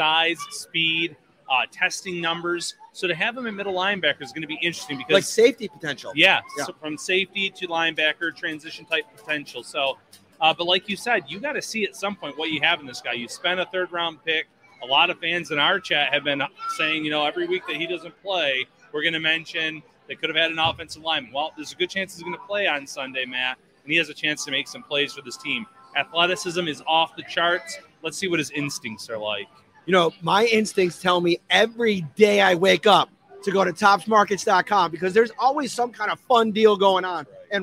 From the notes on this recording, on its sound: Live at Imperial Pizza in South Buffalo.